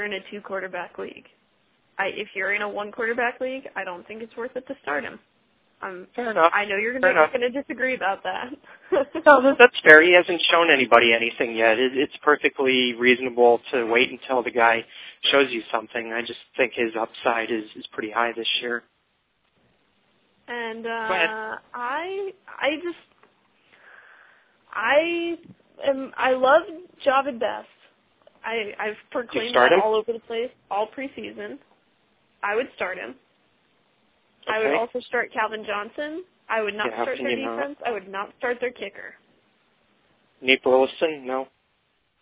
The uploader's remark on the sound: fan interaction via phone